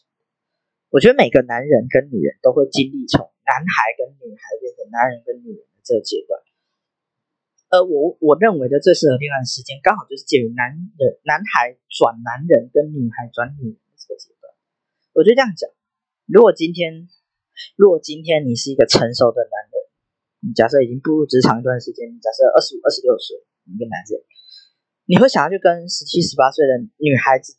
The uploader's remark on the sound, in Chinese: 我還在學習要怎麼剪輯跟降噪和錄音，第二支一定會好很多。另外因為我講話有一點慢所以有調整速度。